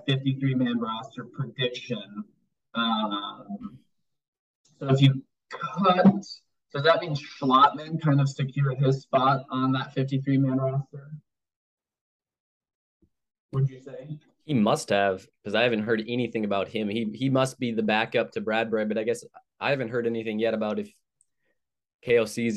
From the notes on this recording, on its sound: First episode recorded via zoom.